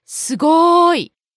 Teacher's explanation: Some people prolong the second syllable, ご, like, すごい!